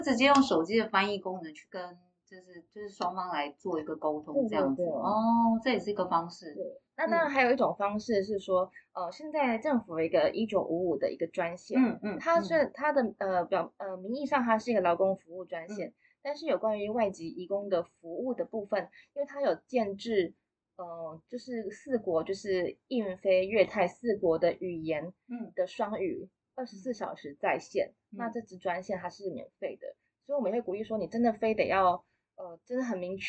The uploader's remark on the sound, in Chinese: 內湖分館市民生活講座。本集錄音音質仍在持續調整中，如有瑕疵請大家多多包涵。